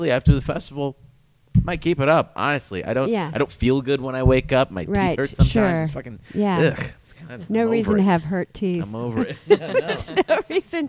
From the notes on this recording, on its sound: Live from Verts in Traverse City. During the Traverse City Comedy Festival. Verts Neighborhood Dispensary.